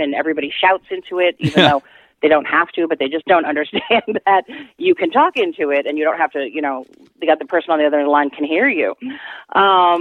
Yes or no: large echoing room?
no